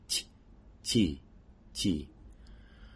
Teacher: In Japanese, the front edge of the tongue stays down, and so the contact point before the explosion of ch, ch, ch is made a little bit back from the front edge of the tongue on the gum ridge, or slightly behind it.